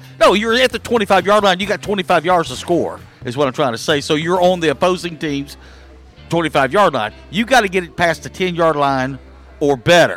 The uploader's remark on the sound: LIVE from JTown's Grill! The Ticket 95.3 Fm/970 AM, Ritter Communications Tubetown 21!